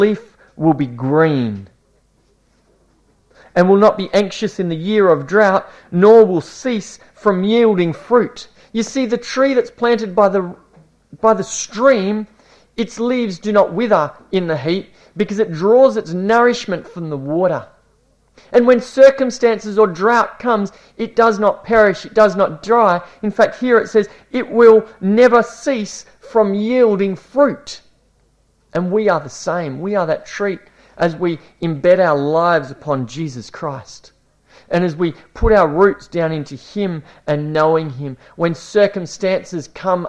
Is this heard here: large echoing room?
yes